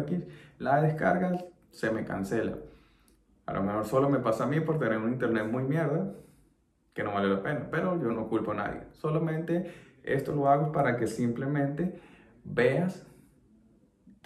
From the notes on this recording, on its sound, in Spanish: Este video fue editado con capcut y grabado con un iphone11.